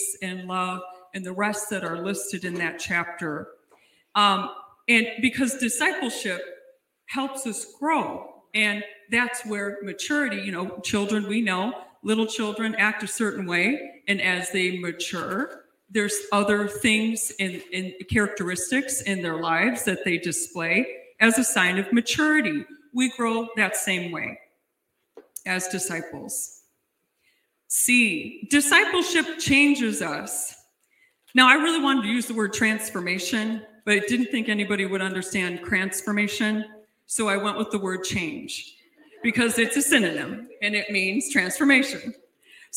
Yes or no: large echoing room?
yes